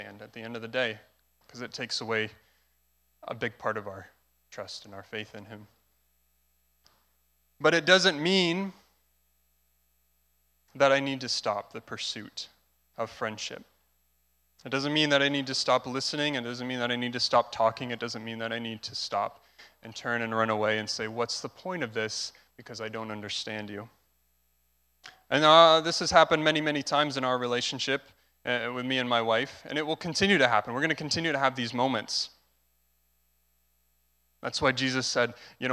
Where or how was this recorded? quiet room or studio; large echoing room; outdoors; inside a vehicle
large echoing room